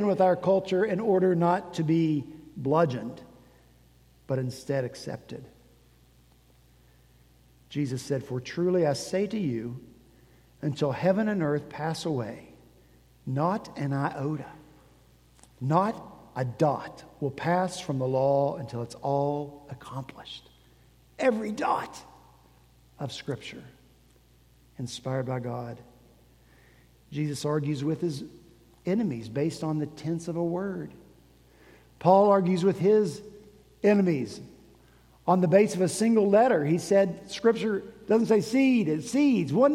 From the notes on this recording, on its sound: At Redeemer Presbyterian Church in Charleston, SC